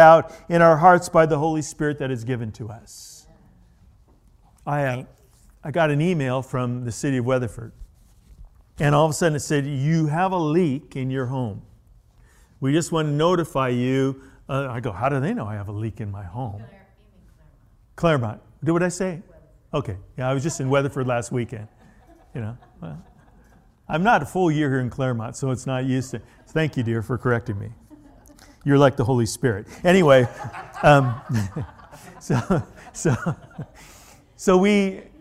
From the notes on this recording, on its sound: The original message was delivered at The Warehouse Church in Astatula, Florida on December 2, 2019.